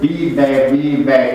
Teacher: În spaniolă se oprește undeva la jumătatea drumului la acel bibe, bibe, care vedeți că e un V pronunțat ca B